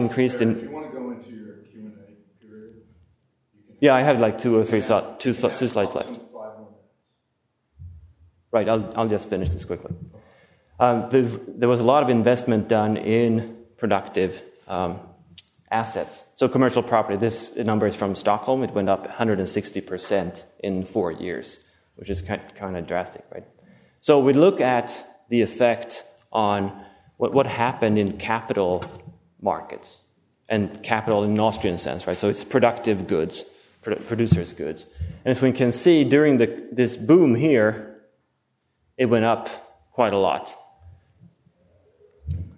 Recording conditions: large echoing room